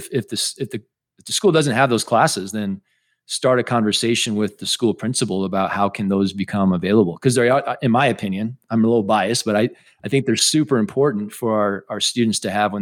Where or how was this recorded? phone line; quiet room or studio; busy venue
quiet room or studio